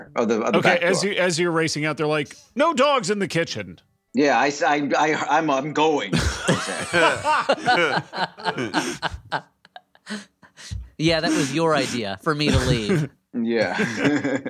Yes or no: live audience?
no